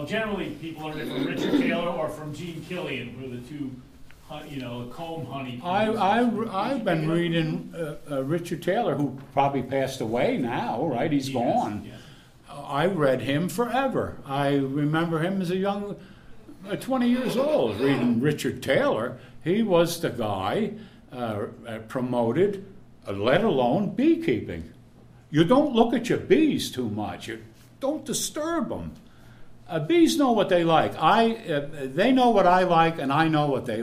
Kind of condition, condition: setting, live audience